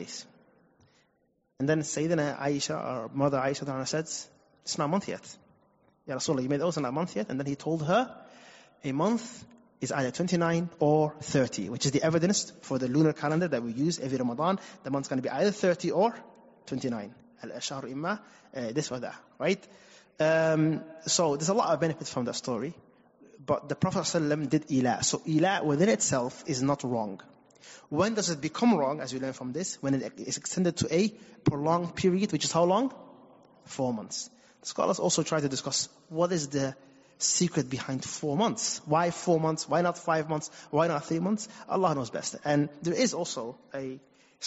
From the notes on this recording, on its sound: Recorded at Green Lane Masjid & Community Centre